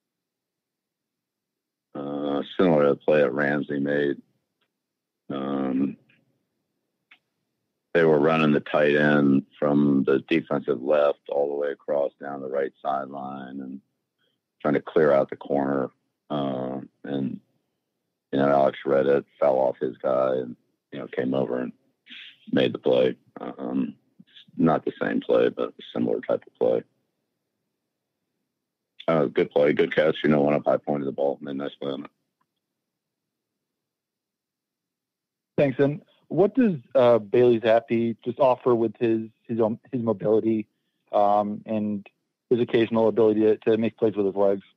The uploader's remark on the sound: addresses the media during his conference call on Monday, January 1, 2024.